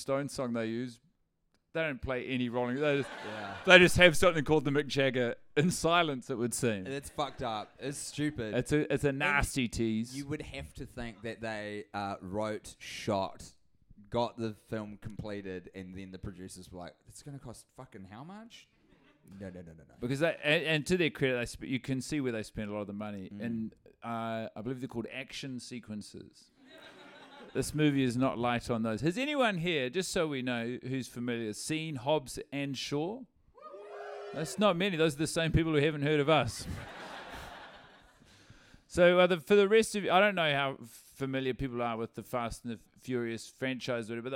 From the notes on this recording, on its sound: The Melbourne Live Episode. This Melbourne live show, originally taped while deep in the trenches of Fast 8.